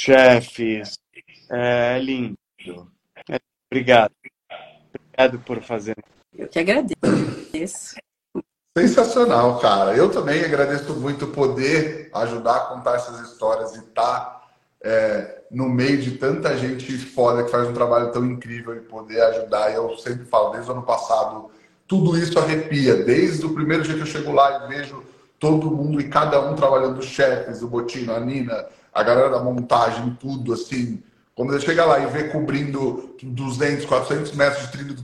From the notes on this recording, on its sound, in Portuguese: Neste episódio trouxemos a live pós Churrascada 2023. Como é áudio da live, não está tão perfeito.